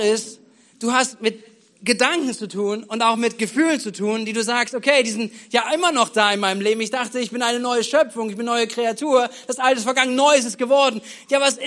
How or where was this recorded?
large echoing room